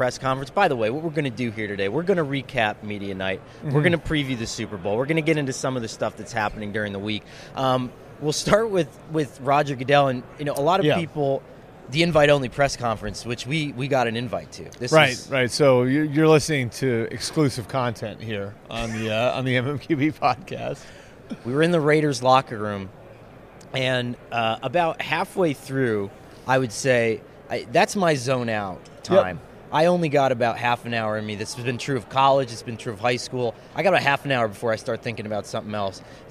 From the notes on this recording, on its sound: live from the Super Bowl media day in Vegas